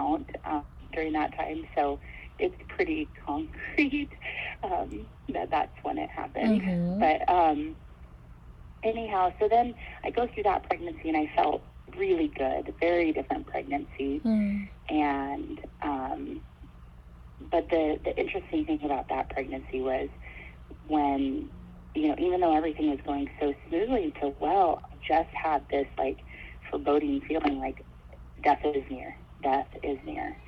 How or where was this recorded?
phone line